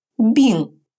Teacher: Носовая финаль «ин» произносится как сочетание русских звуков «ин», только звук «н» носовой, как в слове «болеть» – «бин».